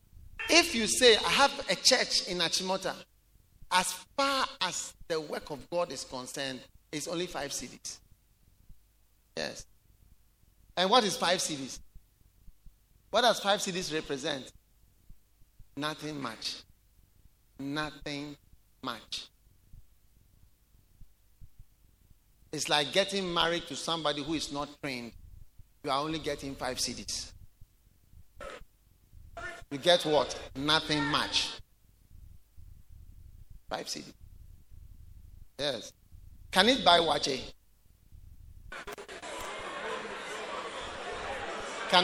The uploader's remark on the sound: Preached at The Way Cathedral, Ayawaso-Ghana